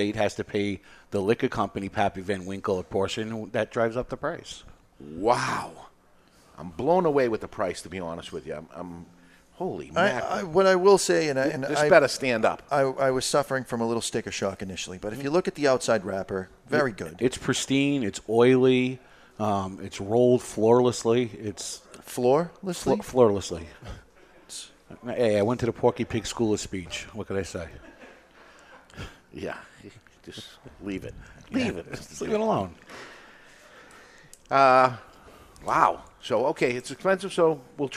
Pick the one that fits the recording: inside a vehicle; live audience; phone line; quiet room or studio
live audience